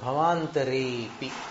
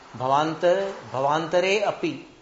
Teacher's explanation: उनके पास ज्ञान है, वो जान रहे हैं कि अ था वहां पर, लेकिन अ अब बोलने योग्य नहीं है, वो संधि में विलुप्त हो चुका है · Shown in: first take · इसलिए अ का उच्चारण वहां नहीं करना होता। · Term: अ का लोप